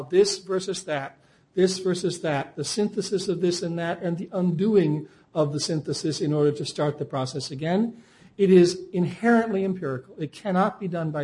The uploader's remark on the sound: Recorded December 6, 2007 in The Phillips Collection Auditorium.